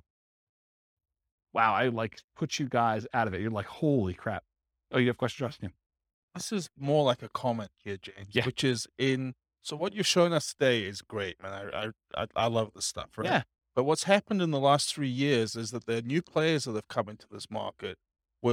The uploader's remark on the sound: This was a live class recorded. Allentown, Pennsylvania.